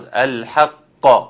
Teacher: والذي أنزل إليك من ربك الحق الحق، القاف ضعيفة جدا، عاملة كأنها الحق، عاوز الحق، القاف القوية بالقلقلة